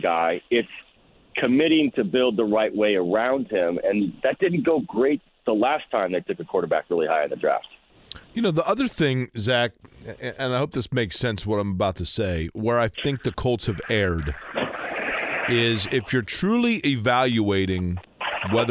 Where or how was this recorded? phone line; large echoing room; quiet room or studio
phone line